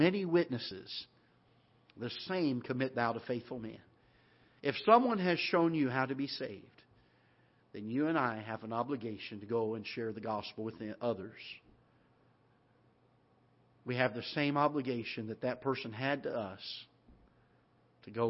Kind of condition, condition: setting, large echoing room